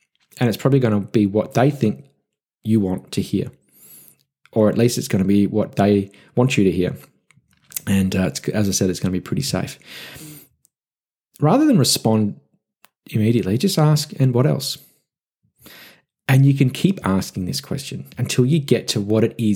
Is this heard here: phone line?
no